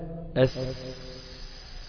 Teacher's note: السين رخوة، بستطيع ان انا امطها وما يبقاش فيها غلط، ولساني بيطاوعني فيها وصوته بيطاوعني فيها، مفيش الصوت فيها ما بيقفش، ما بيحصلش فيها حالة فرملة او ضربة وردة فعل، مش زي الجيم مثلا.